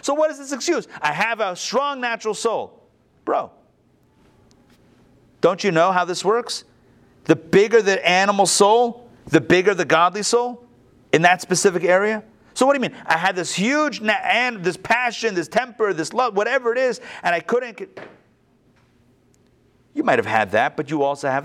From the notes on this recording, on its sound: Recorded live at the Intown Jewish Academy on October 31, 2021